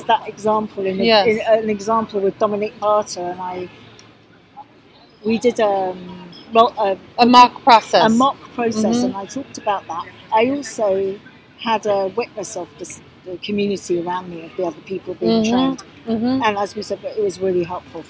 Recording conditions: busy venue